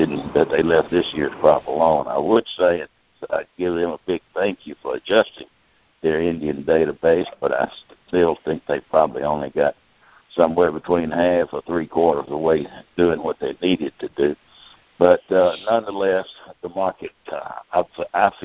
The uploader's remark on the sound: Monthly Conference Call